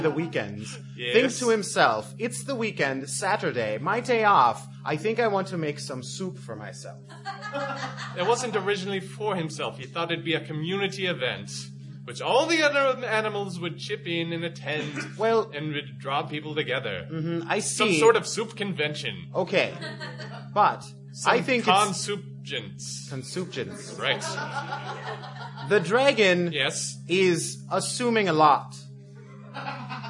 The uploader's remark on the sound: performed live for the riveted crowd at this year’s CONvergence